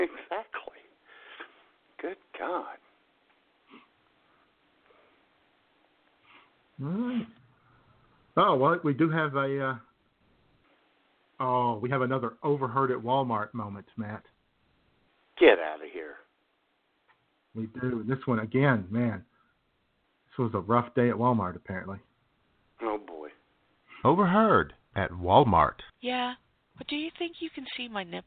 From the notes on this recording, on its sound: Your phone calls. IWS Radio presents: October Surprise 2016!!